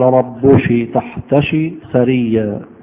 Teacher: منها ما يقلب كاف المخاطبة شينا